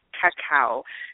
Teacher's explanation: he's not just saying cow, you know, he's got an extra little vowel in there that's wrong · Term: vowel error